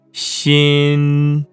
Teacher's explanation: 舌尖儿我们发到最后的时候，一定要和硬腭最前端有一个接触 · Term: 前鼻音